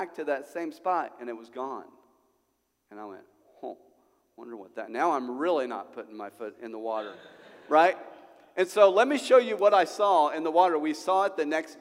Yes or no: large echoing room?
yes